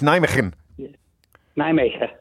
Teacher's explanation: You don't say the N at the end. Oh. Skip the N.